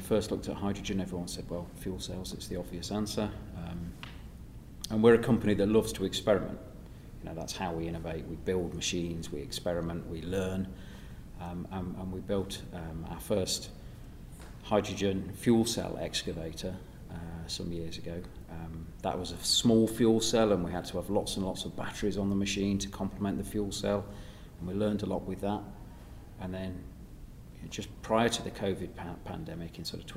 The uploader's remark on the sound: Recorded with JCB at CONEXPO-CON/AGG in Las Vegas.